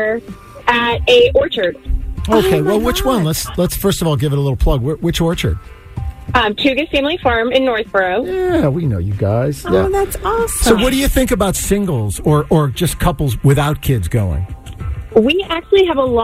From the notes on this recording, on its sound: The farm store manager for Tougas Farm in Northborough called